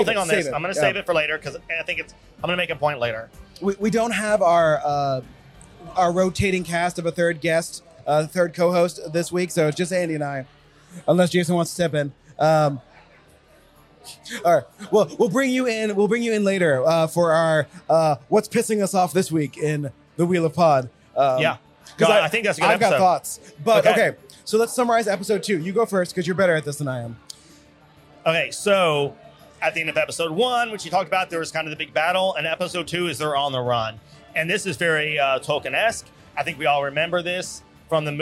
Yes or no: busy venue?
yes